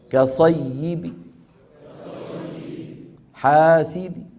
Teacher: نحذف التنوين ونقف ببعض الكسرة